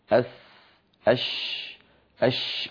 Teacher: انظروا إلى المخرج مفتوح، المخرج مفتوح فالصوت يتدفق وليس أمامه يعني ما يعيق طريقه · Term: الحرف الرقو